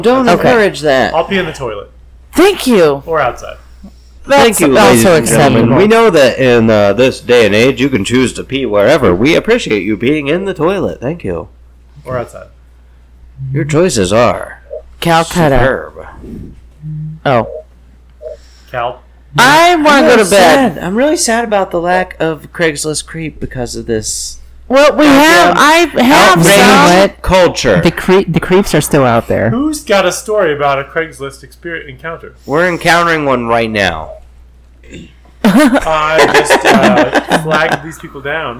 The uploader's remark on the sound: This one is a bit rough. It was dark and the audio needed a lot of work.